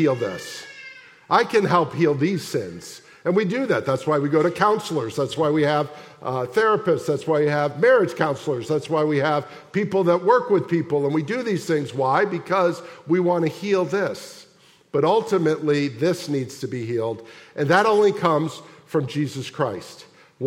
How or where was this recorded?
large echoing room